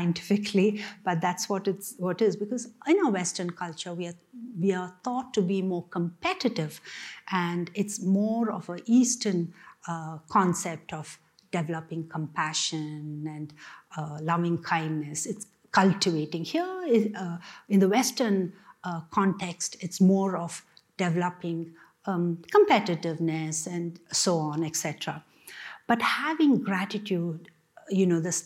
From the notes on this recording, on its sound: The Rubin Museum of Art presents a weekly meditation session. This podcast is recorded in front of a live audience, and includes an opening talk, a 20-minute sitting session, and a closing discussion.